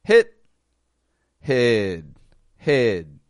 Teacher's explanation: The vowel stretches out more. It's the same vowel sound. The second is lengthened.